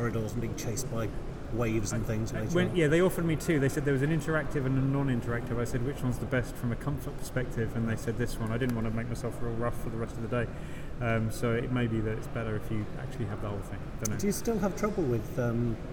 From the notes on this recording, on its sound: A special episode recorded at EGX 2018. Sit around a microphone in what turned out not to be the quietest part of the Birmingham NEC.